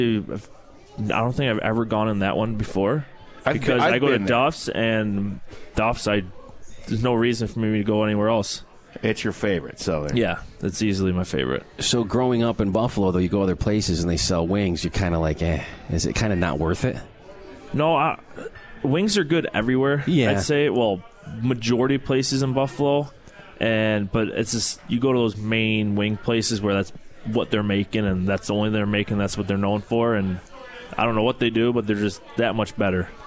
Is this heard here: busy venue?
yes